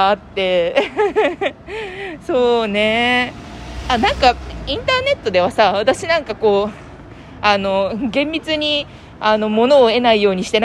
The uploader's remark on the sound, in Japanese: 映画館でた直後、ネタバレしながら歩きながら。